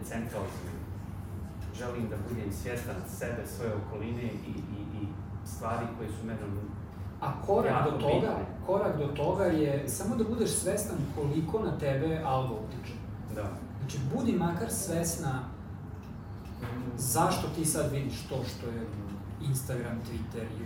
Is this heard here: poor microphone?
yes